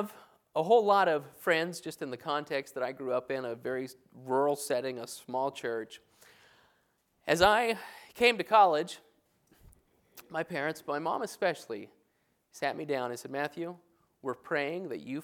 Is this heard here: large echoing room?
yes